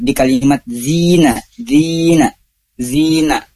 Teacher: Berikutnya ada matobi'i di kalimat zina. Zina, mat tobi'i, mat asli, yaitu sepanjang dua harokat. Kenapa? Karena ada ya sukun yang didahului oleh kasrah, gitu ya.